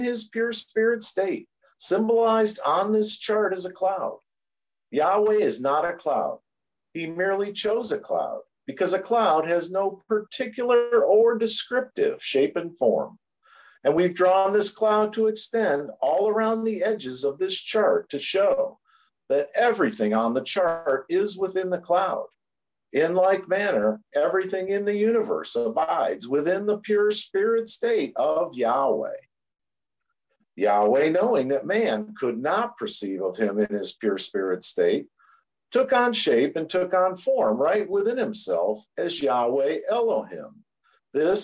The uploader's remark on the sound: Oceanside Zoom Class.